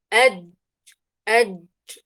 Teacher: وسط اللسان مع الحنك الأعلى وبدون تحريك الشفتين أبدا